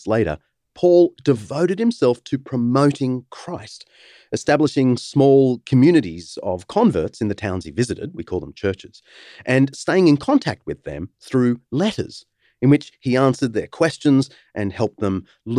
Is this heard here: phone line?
no